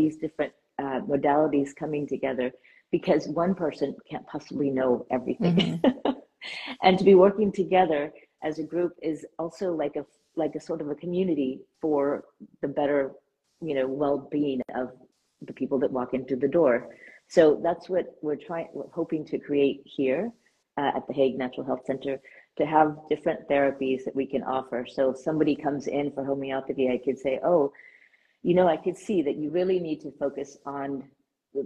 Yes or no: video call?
yes